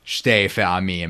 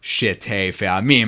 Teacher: So there are some places where certain grammatical rules have exceptions, and so one of them is that the number two, the first syllable of the word, the shin, gets sort of collapsed with the next syllable. · Shown in: first take · So when you say shte fe'amim, it really needs to be shte with one syllable.